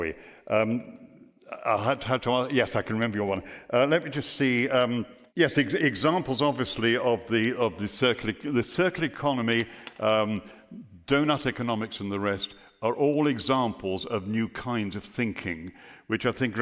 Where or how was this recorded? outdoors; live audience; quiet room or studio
live audience